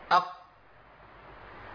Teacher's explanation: هتلاقي اقصى لسان هو اللي ملتصق بسقف الحنك · Term: مخرج القاف